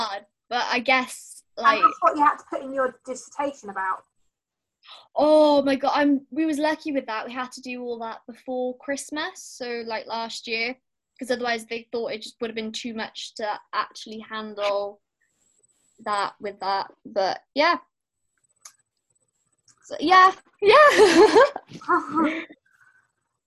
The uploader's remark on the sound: Zoom Chat Meeting. This time being able to chat using zoom so we could see each other finally. Zoom being a online chat meeting app.